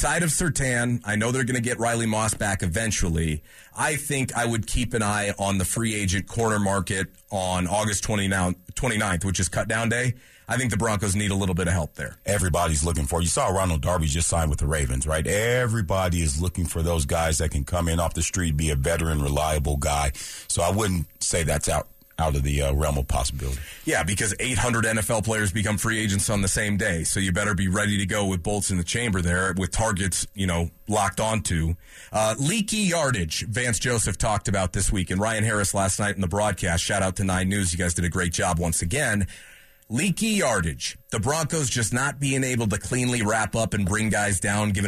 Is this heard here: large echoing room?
no